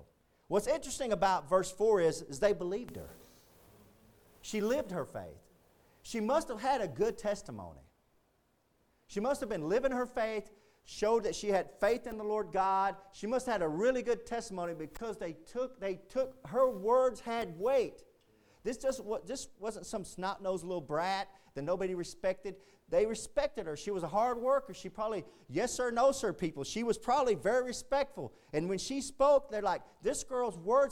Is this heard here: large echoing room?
yes